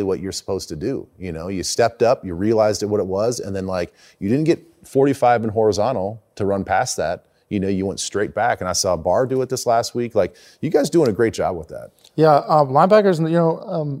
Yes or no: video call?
no